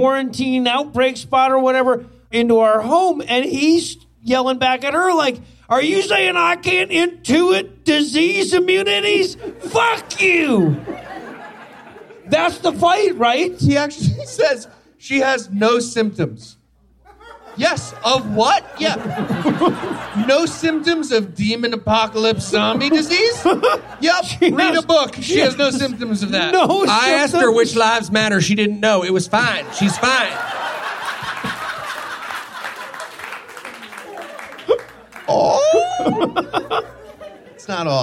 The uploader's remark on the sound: LIVE from Los Angeles.